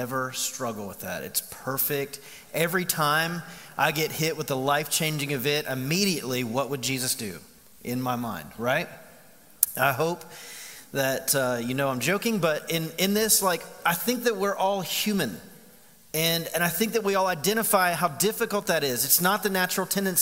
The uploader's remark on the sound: Recorded live at The Fellowship at Mt Juliet on August 25, 2019.